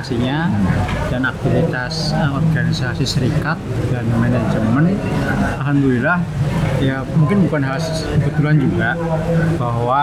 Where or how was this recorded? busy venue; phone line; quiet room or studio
busy venue